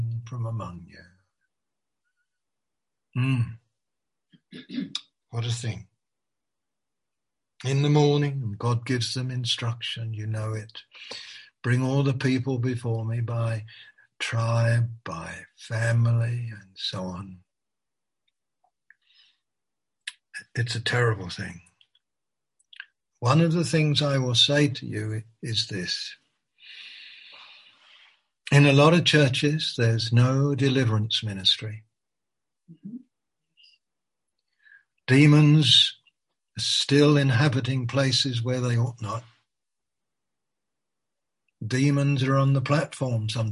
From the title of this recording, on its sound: Malaysia Meets (Zoom)